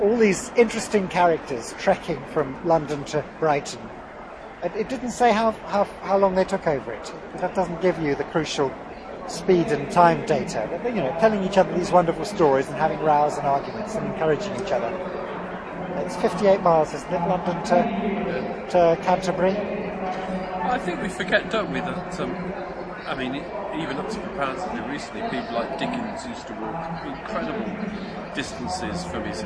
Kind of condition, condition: setting, busy venue